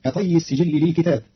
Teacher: قرأ قالون كلمة للكتب بكسر الكاف وفتح التاء مع ألف بعدها، فتصير كطي السجل للكتاب أي كطي الصحيفة على المكتوب فيها.